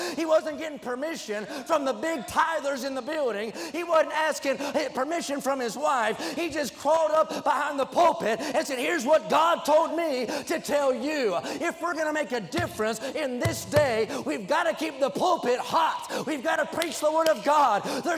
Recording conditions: large echoing room